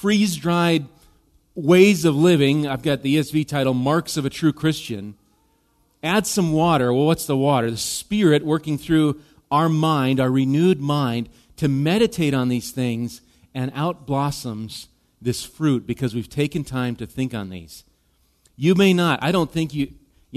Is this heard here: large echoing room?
yes